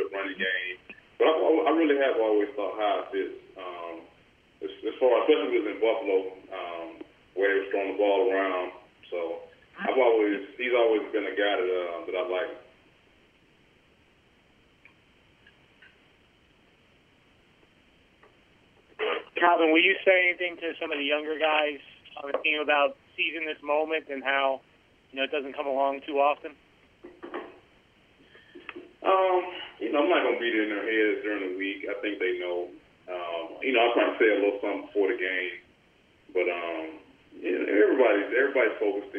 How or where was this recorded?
phone line